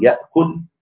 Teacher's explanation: هنا همز ساكن بعد فتح، فتبدل حرف مد من جنس الايه الفتحة. · Term: إبدال الهمزة